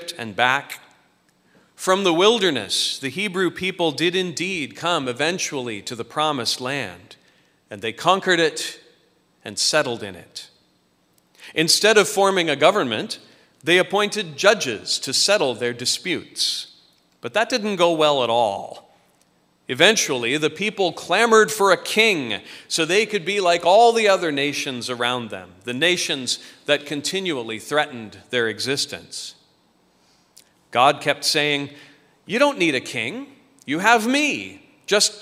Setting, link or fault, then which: setting, large echoing room